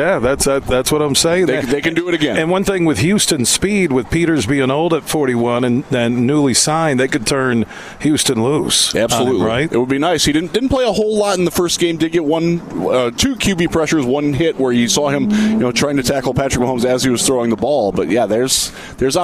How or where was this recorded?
busy venue